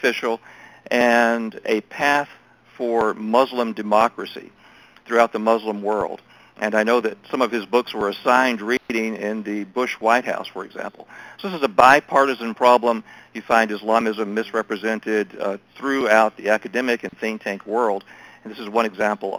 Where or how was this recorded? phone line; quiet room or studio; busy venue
phone line